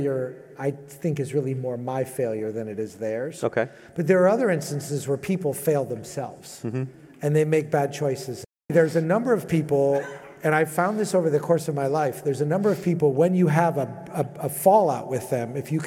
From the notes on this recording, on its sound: At Scalable Impact Live in November 2021. At Scalable Impact Live in November 2021.